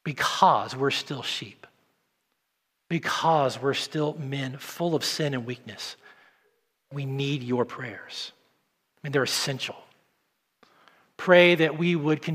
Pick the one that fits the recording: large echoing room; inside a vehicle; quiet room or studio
large echoing room